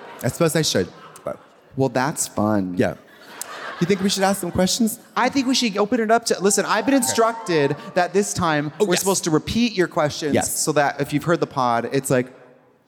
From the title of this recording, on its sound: Live in Chicago from the Historic Auditorium Theatre